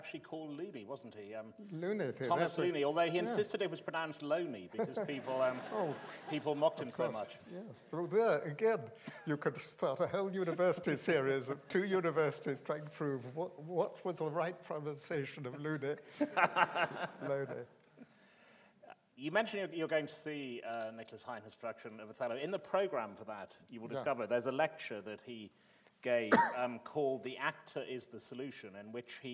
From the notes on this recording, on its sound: This is a recording of a live Platform event from April 2013.